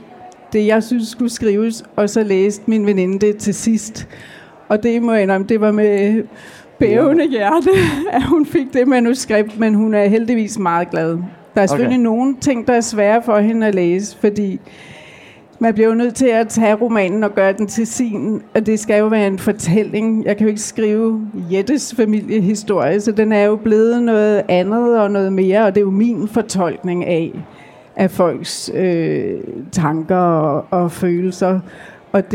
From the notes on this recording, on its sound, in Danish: Dette afsnit er optaget live fra Bogklubbens scenen på Bogforum 2018.